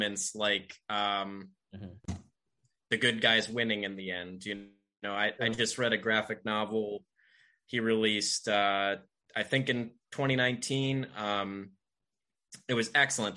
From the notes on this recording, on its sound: We had a bad connection and there are some audio issues